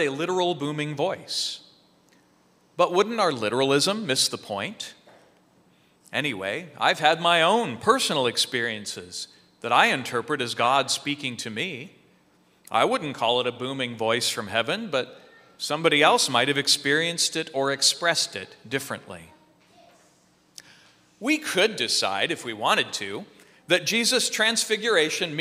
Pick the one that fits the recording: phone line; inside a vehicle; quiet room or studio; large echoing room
large echoing room